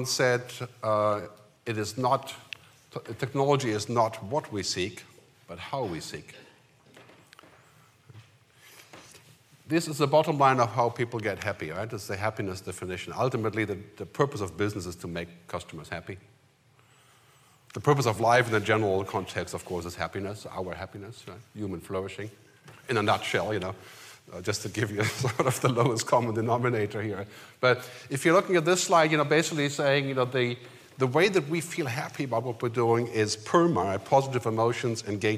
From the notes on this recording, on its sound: We go live to the Ritz-Carlton in White Plains, NY, where HfS held Cognition from September 14 – 16. Who led off the general session on day 2 with a riveting keynote.